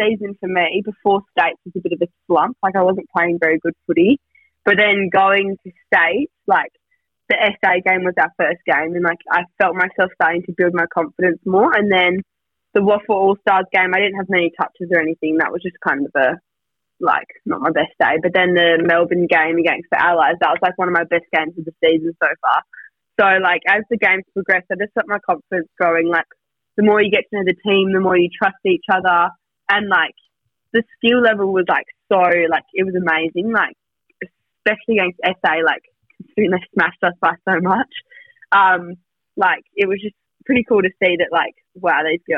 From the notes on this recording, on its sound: joins over the phone